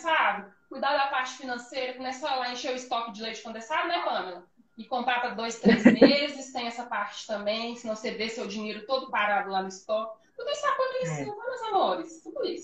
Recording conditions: phone or laptop microphone